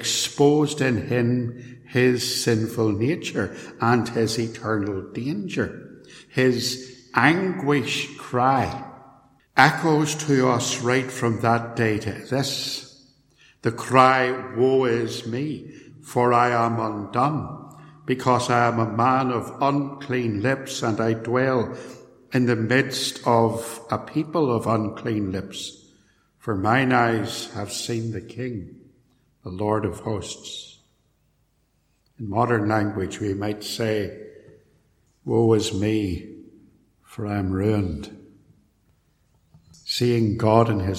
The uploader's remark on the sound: a sermon preached at Templepatrick Reformed Church